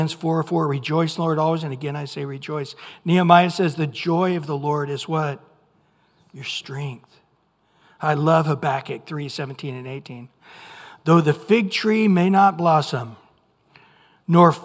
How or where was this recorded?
large echoing room